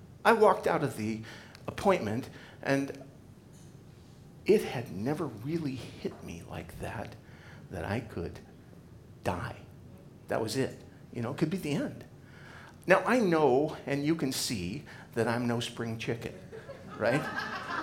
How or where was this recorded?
live audience